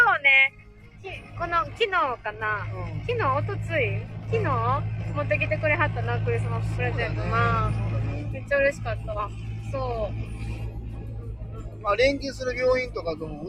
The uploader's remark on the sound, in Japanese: 運転しながら生配信